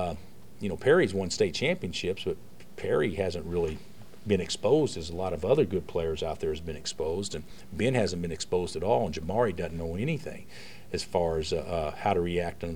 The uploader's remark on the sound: Press Conferences & Post-Game Interviews